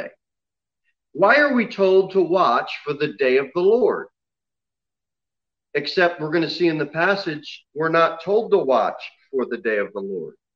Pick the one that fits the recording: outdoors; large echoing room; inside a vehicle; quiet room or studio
large echoing room